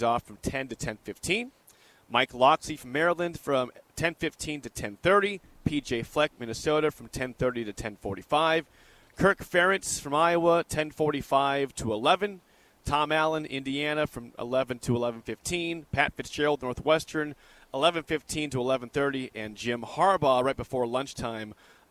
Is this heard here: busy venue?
yes